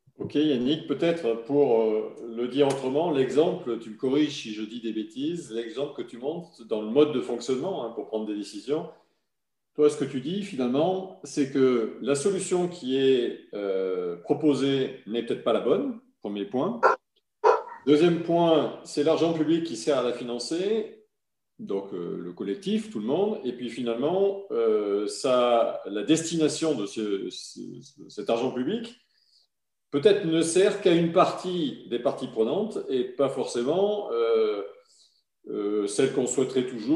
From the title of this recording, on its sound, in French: 15 janvier 2021 en visio